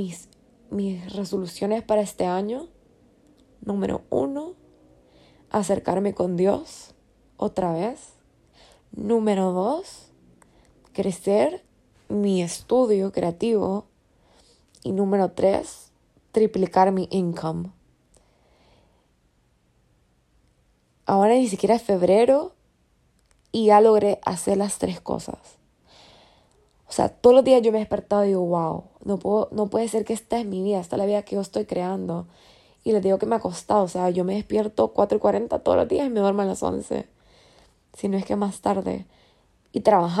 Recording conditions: phone or laptop microphone